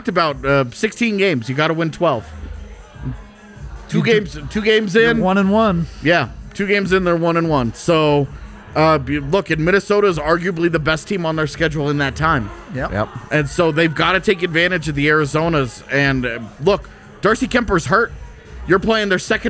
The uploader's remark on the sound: LIVE from the DNVR Bar